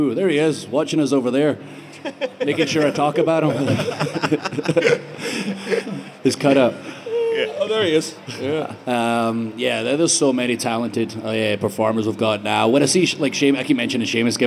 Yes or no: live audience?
yes